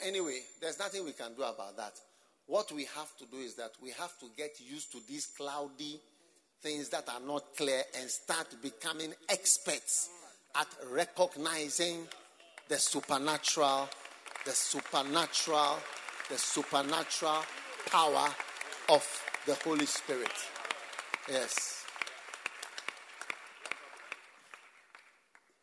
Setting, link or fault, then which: setting, live audience